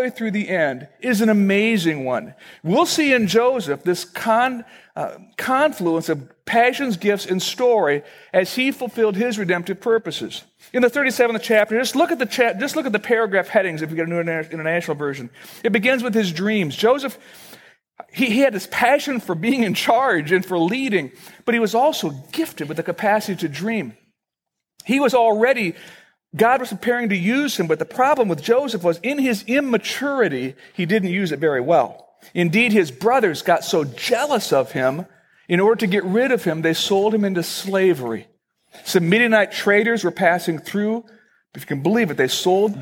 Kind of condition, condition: setting, large echoing room